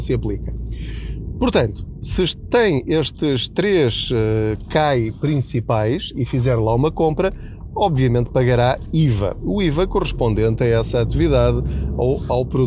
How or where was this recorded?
inside a vehicle